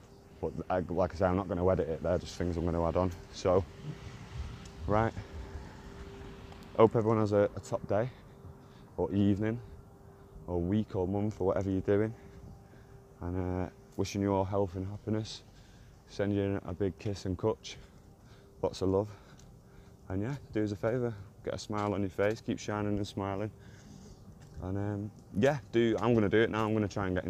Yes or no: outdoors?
yes